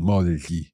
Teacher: we're hearing that little breath sound coming down the side of our tongue